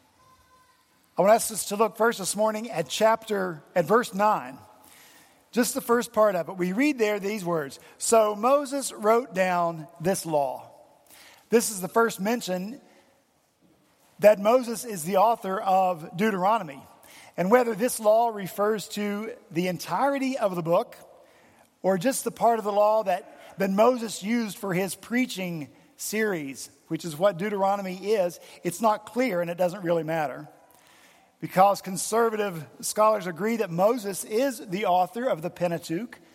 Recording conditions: large echoing room